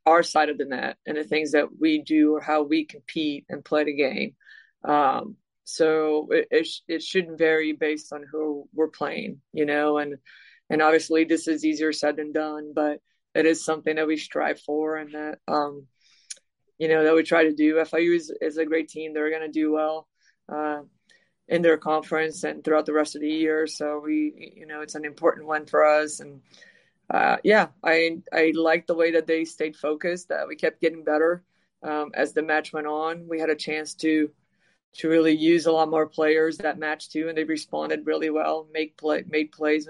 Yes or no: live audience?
no